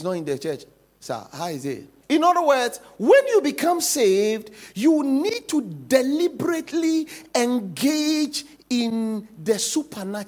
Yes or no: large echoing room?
yes